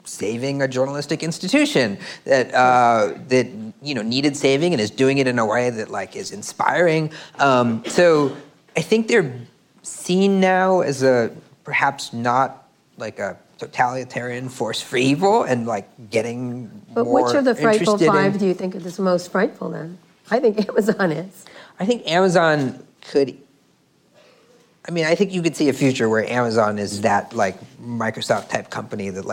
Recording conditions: live audience